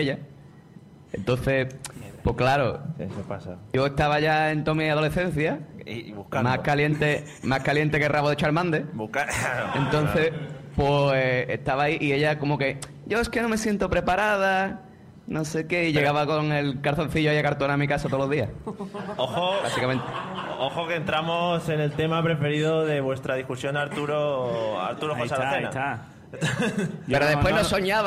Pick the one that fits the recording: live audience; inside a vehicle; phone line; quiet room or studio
live audience